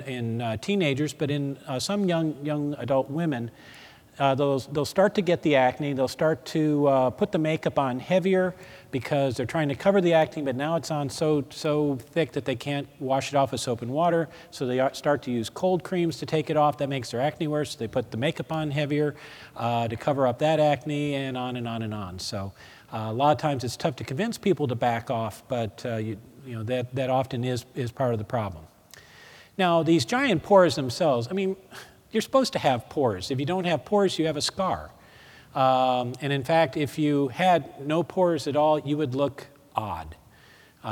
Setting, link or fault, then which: setting, live audience